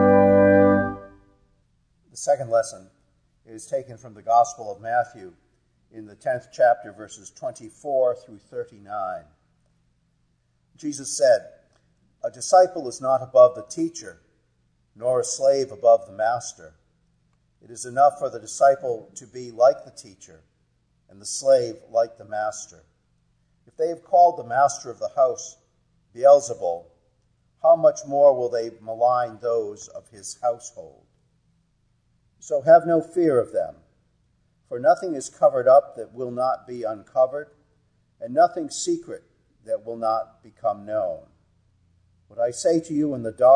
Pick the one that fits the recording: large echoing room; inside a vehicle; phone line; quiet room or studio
large echoing room